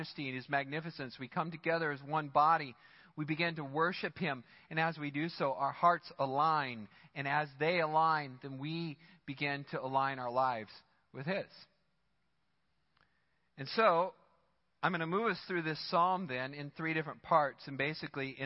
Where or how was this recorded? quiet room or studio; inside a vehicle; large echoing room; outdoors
large echoing room